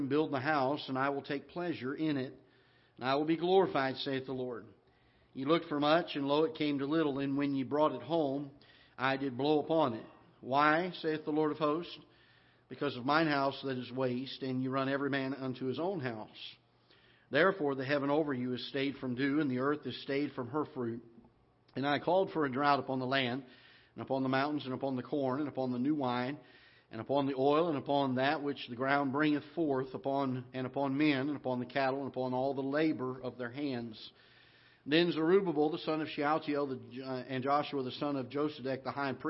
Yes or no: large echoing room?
yes